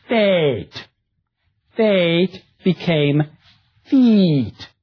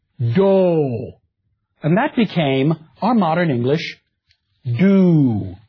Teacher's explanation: The mid-vowels, which were written E and O, were raised. So in Middle English, the word, our word feet, F-E-E-T, would have really been pronounced feet.